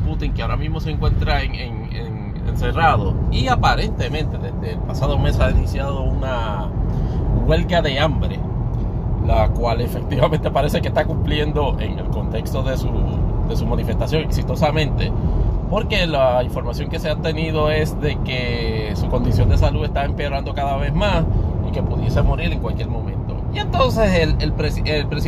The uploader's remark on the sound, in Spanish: grabado desde la aplicación Anchor para Android